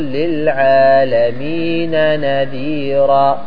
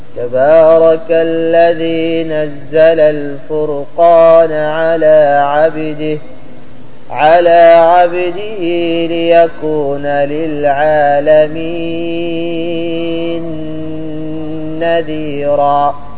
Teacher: السوسي ينطق نون واحدة · Shown in: second take · أضغم النون في النون، أضغم النون في النون.